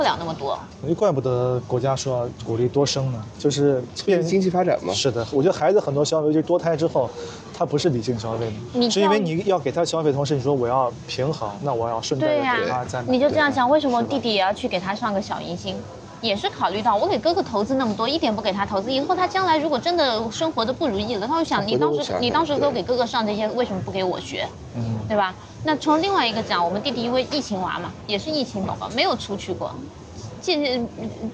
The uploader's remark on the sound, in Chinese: 因为孩子的哭闹，录制环境受限，这期节目放在了户外录制，有相当多的环境音。